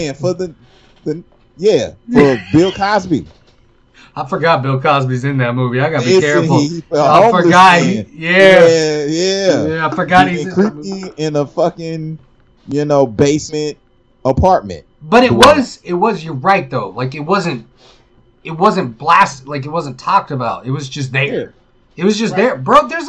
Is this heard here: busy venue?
no